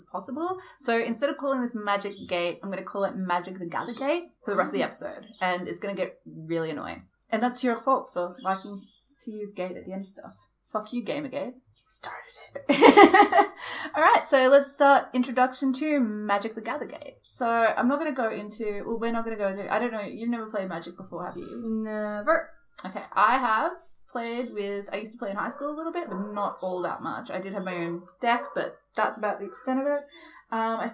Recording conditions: background noise